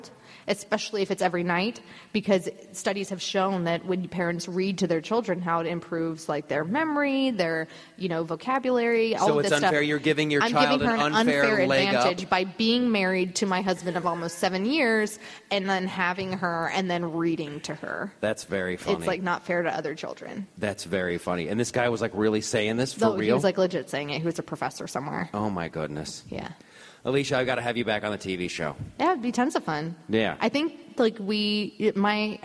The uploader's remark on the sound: Recorded in front of a live audience at Politicon.